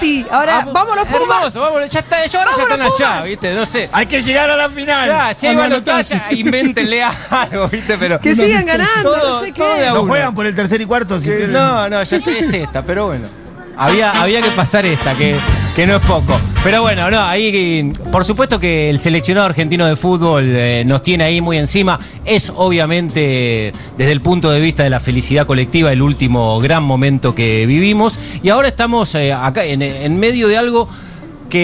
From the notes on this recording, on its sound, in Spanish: en vivo en Yunta Bar